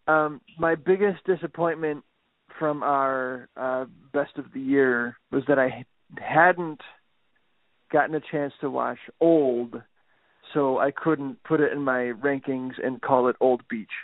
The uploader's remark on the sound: They couldn't wait to get to their respective studios, so eavesdrop on this phone call ( phone call!).